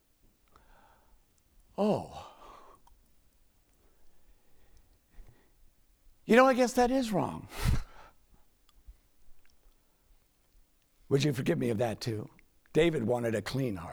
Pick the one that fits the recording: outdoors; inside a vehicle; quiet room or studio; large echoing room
large echoing room